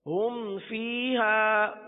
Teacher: لہذا یہاں پر گناہ نہیں کریں گے اظہار شفوی کا قاعدہ ہوگا